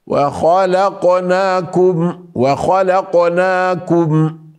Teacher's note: اللام مرققة والواو مرققة وهنا الخاء مفخمة